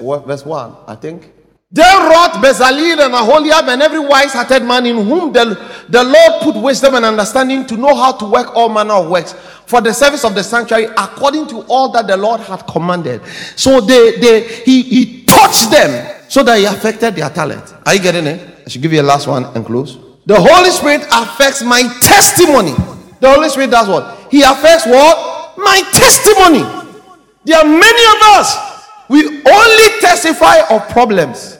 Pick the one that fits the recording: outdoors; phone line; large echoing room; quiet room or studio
large echoing room